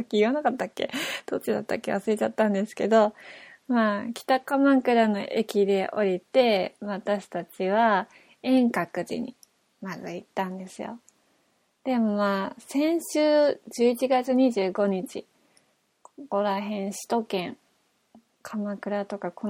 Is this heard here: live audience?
no